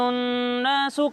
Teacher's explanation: غنہ کرتے ہیں، یعنی ناک میں آواز لے جا کر پڑھتے ہیں۔ تو یہاں پر بھی جب ہم نون کو پڑھیں گے تو غنہ کے ساتھ پڑھیں گے، ٹھیک ہے؟